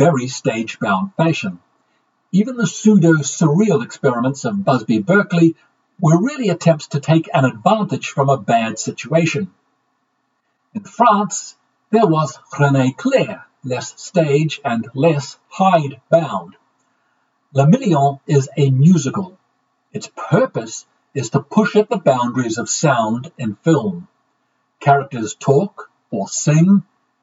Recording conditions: poor sound quality